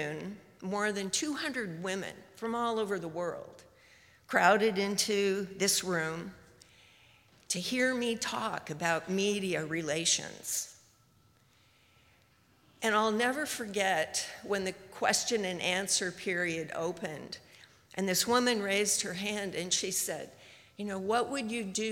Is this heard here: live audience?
yes